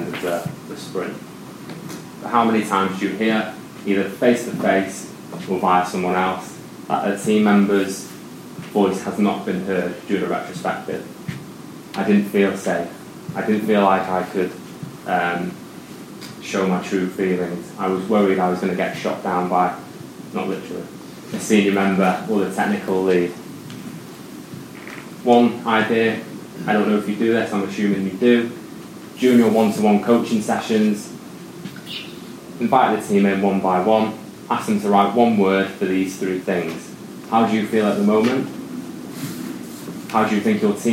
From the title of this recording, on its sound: Audio of my talk from the Agile Wales Conference